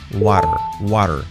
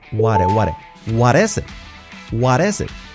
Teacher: What is it? La R, fijaos que se forma esa R suave en lugar de la T